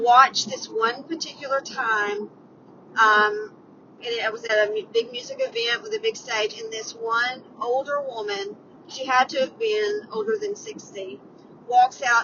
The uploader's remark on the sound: Today's 320 Podcast was recorded on the road, so enjoy riding with me.